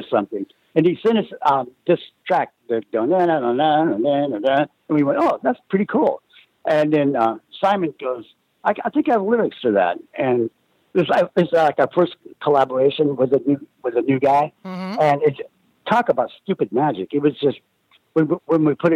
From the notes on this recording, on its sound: called in to talk